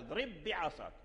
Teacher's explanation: اللسان يرتعد واحدة، ارتعادة واحدة · Term: حرف واحد مشدد